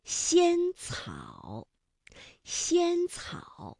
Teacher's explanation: 糖，水果我最爱吃水果了。嗯，你还要吃啊？真没出息！别看他个儿不大，饭量还不小呢。娘子，真好看，真好看！你，我说过了。不许偷看！哎呦，我再也不敢看了，我再也不敢了。楚行孙，哎呦！啊！人家就是喜欢你嘛，没关系的，只要你开心，怎么对待我都无所谓呀。别生气，既然你不喜欢我，我还是先回槟榔岛老家去嘛。我会一直等下去的，哪怕等你一万年。你回来，人家没说不喜欢你吗？你真的也喜欢我？太棒了，好福气呀，娘子，娘子，娘子，我楚行孙是天底下最幸福的人了。娘子，行孙，柴玉，行孙。在今天的故事当中呢，有一个能救大家的神物，它的发音是怎样的呢？哎，这个非常厉害的东西啊，叫做仙草。仙草，那么仙草的这个仙呢，声母是西，所以发音的时候，舌面的前部要接近硬腭的前部，留出一个窄缝，气流从缝中挤出，摩擦成声 · Term: 鸡栖西